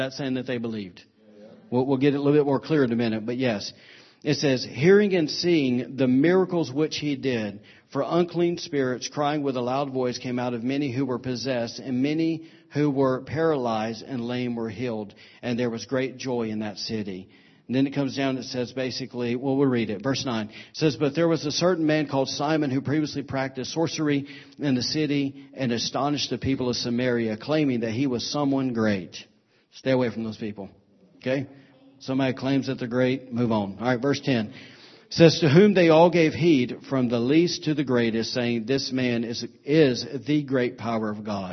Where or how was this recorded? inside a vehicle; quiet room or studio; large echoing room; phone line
large echoing room